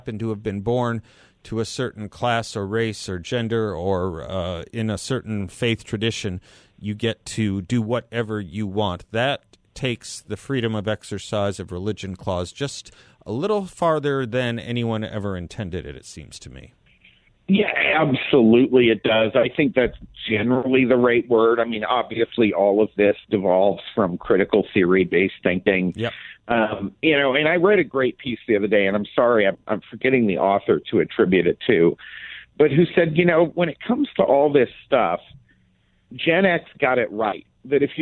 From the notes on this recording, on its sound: By phone for the full hour.